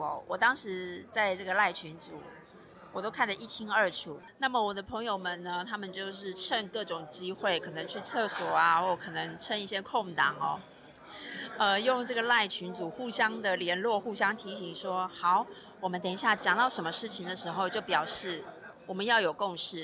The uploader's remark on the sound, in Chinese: 這集嘗試的室外錄音實驗效果。